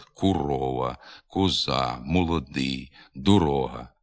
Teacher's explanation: У частині південно-західних говорів звук «о» в усіх ненаголошених позиціях, а не тільки перед складом з наголошеним «у» чи «і», переходить у звук «у» або вимовляється із значним нахилом до «у» · Term: сильне укання